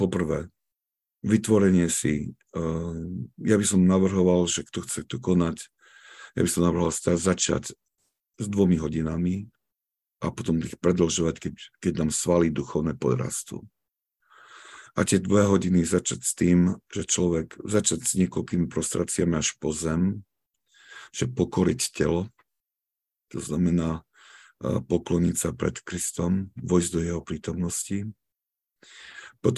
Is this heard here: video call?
yes